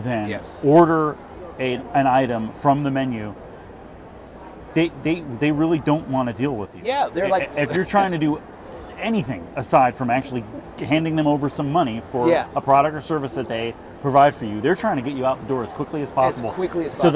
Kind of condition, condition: setting, busy venue